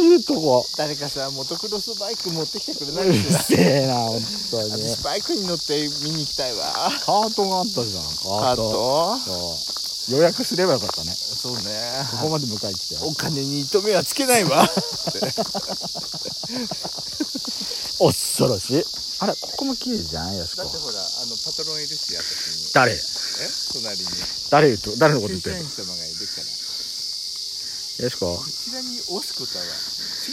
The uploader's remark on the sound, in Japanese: みちのくあじさい園で散策収録。カメラ撮影音が五月蝿くてすいません。